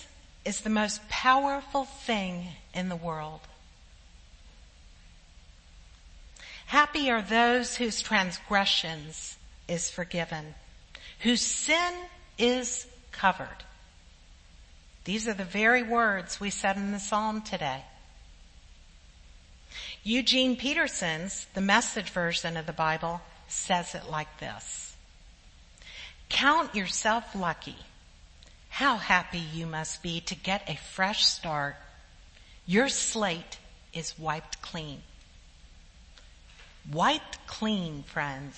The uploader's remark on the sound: Sermons preached at Church of the Good Shepherd, Maitland, Florida